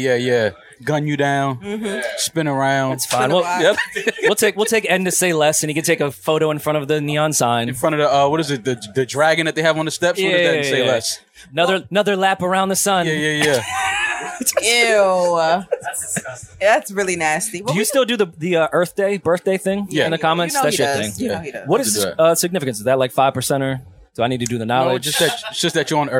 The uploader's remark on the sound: straight from Made In America's festival grounds